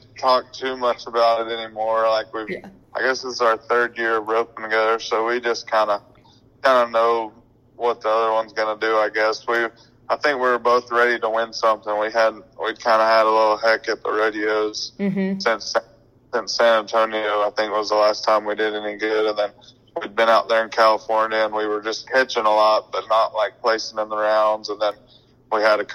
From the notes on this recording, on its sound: for a quick phone call interview